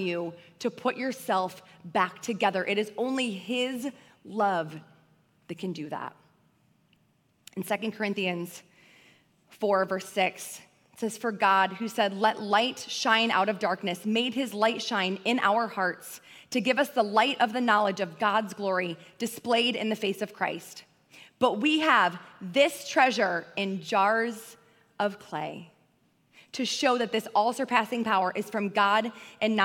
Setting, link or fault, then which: setting, large echoing room